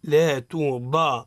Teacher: هنا تاء مرققة ضاد مفخم